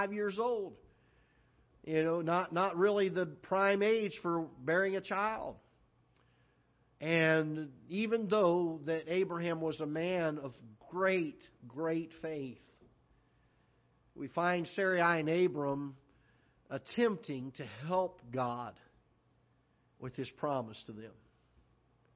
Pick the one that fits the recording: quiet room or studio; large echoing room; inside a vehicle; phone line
large echoing room